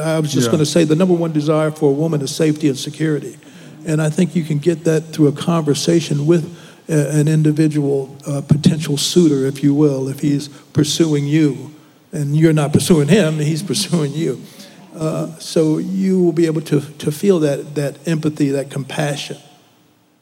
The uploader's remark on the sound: This is the most realest conversation to take place in a sanctuary during a Sunday Service. Live at Word of Truth Church in Arlington, TX, we curated a panel of professionals.